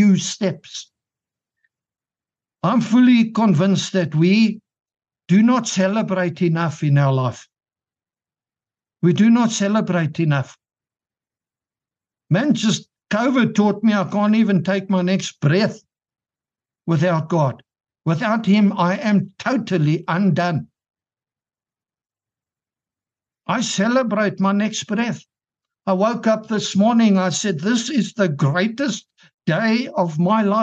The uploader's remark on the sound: The Transformation Table Zoom Meeting 14 Des 2023